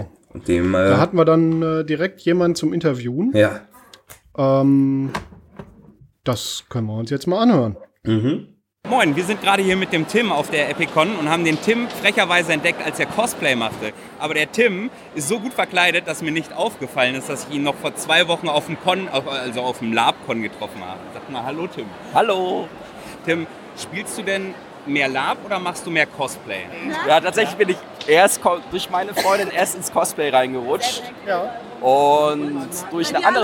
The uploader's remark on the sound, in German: Zum ersten Mal nicht in einem Raum gesessen bei der Aufnahme und zum anderen waren wir unterwegs und haben auf der Epic Con in Münster ein paar Stimmen eingesammelt. Zum ersten Mal nicht in einem Raum gesessen bei der Aufnahme und zum anderen waren wir unterwegs und haben auf der Epic Con in Münster ein paar Stimmen eingesammelt.